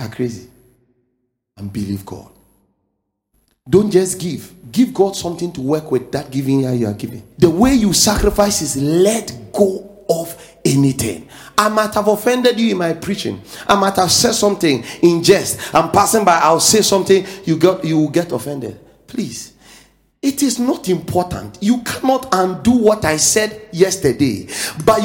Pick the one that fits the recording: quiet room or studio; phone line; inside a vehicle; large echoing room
large echoing room